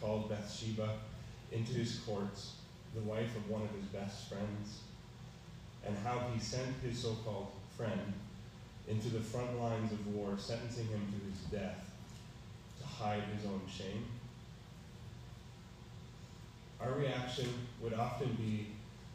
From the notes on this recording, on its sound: Preached on March 13, 2022 at EBC